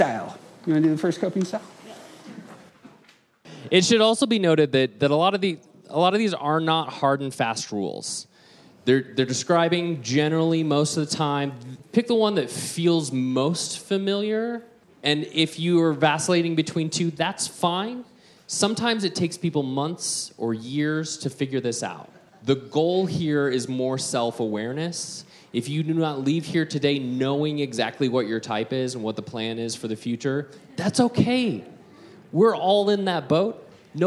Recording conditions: busy venue